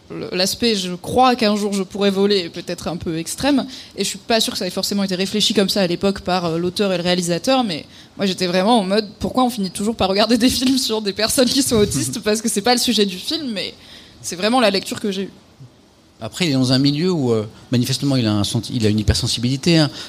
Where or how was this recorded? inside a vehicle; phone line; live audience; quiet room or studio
live audience